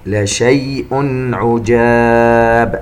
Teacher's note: التنوين عند حرف العين إظهار حلقي